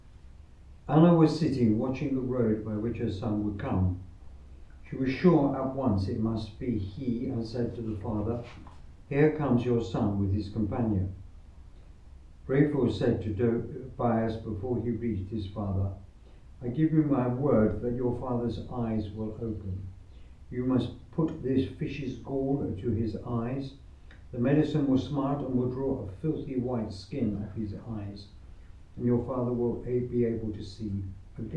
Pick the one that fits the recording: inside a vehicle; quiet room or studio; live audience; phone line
live audience